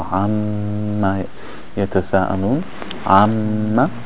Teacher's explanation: And then when you announce it, then the nasal sound comes out from the nose. So, especially when you have a shadda on the mean, you're going to hear the nasal sound even more.